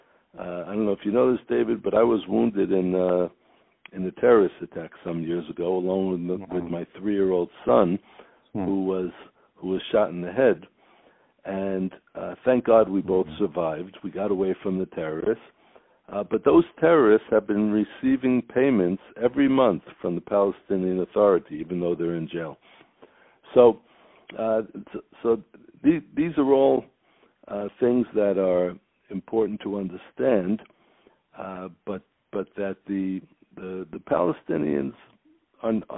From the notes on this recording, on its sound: On the phone